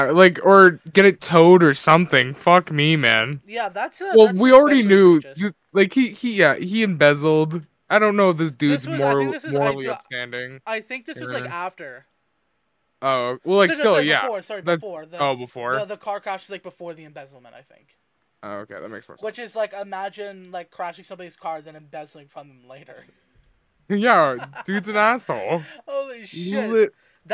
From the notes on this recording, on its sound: sorry my mic was loud as hell still trying to work out the audio.